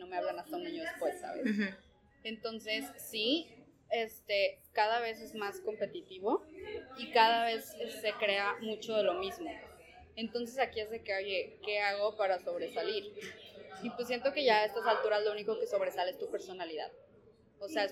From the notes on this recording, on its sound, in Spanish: Grabamos en una casa del té, por eso se escucha ruido.